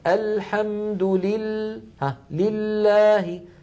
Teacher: لاحظوا اللام ساكنة، حم الميم ساكنة، فزمن اللام وزمن الميم واحد، يعني لا يصح إنسان أن يقول مثلا الحمد لله أن يطول الميم هكذا زيادة، لابد أن تكون أن يكون زمنها بقدر زمن اللام.